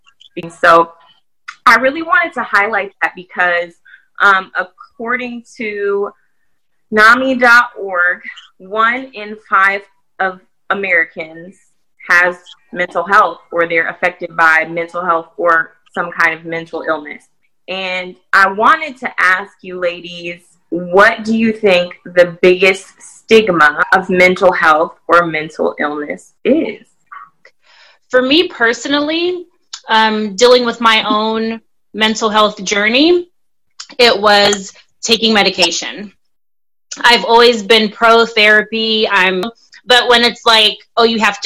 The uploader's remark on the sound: We do apologize for the audio quality of this episode as we experienced major technical difficulties while recording.